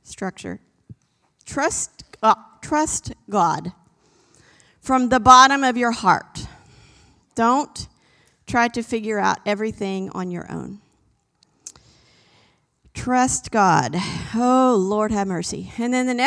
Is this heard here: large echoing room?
yes